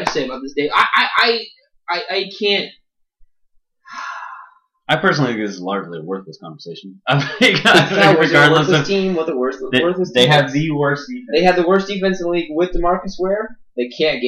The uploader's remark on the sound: I messed up the hardware configuration before the recording and the resulting sound quality is atrocious.